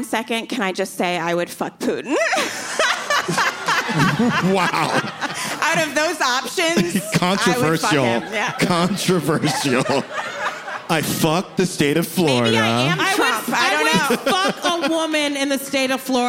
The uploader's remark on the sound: In this live episode of Adulting